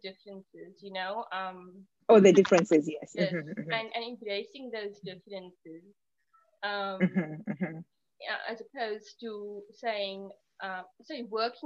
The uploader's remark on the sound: Apologies for the soft audio